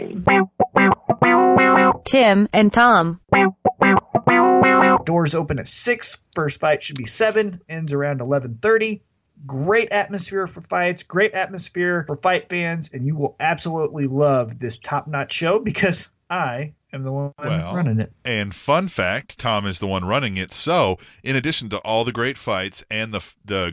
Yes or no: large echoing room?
no